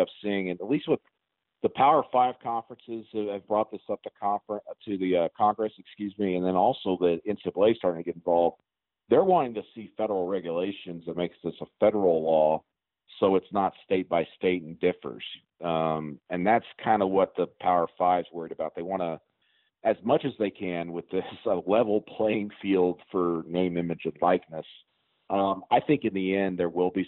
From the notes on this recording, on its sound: on the Modern Woodmen phone line